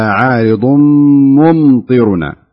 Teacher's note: نظهر الميم كاملة الميم الثانية وكذلك الأولى طبعا يعني أصلا هي ظاهرة الأولى لكن الثانية لابد أن نظهرها.